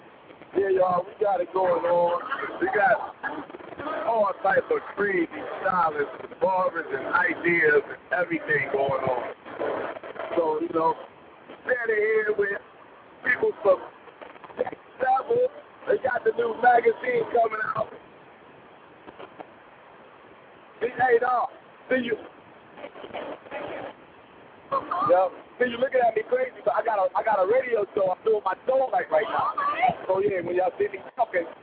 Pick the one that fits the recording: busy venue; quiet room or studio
busy venue